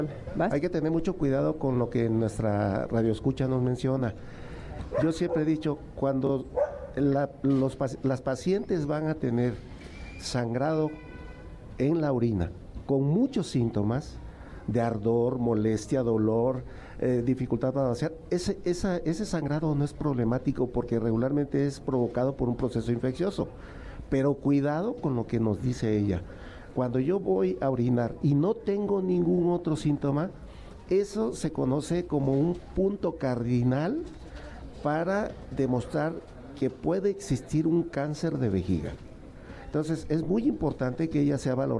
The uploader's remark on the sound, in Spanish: Acompáñanos en nuestra transmisión en vivo desde el Parque Morelos en la Colonia Escandón celebrando el quinto aniversario de Amores de Garra.